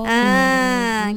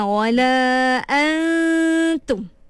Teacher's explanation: Kita sembunyikan makhraj dia, tapi kita kekalkan dia punya sifat pada nun tu. · Term: ikhfa